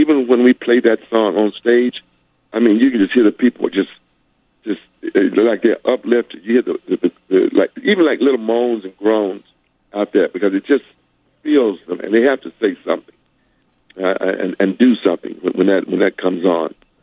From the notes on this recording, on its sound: Called in to chat.